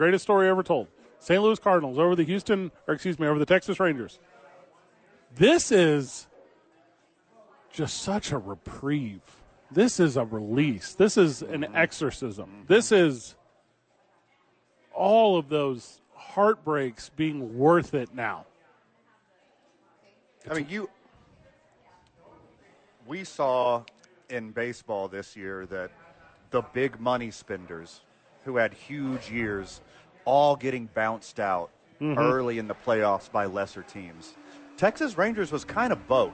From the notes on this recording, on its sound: live from Sadies for TNF.